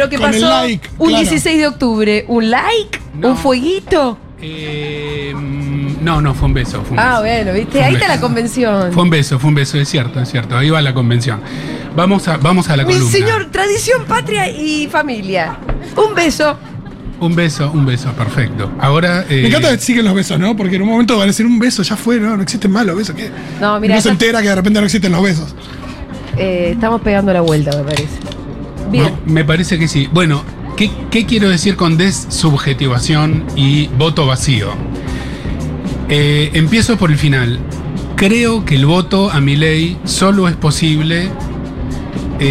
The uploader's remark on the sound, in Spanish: Segurola en vivo en Yunta Bar. Futurock FM.